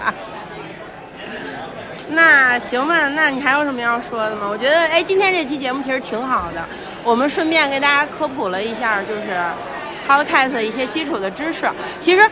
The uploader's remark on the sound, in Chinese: 现场录制 我们受邀参加播客全球年会。